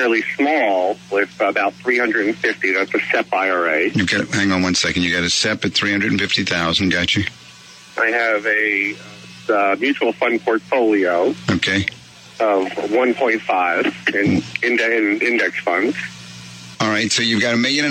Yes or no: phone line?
yes